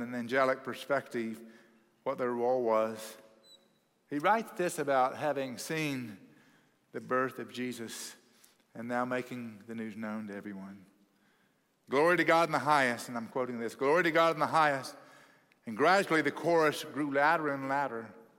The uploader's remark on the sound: at Cross City Church in Euless, TX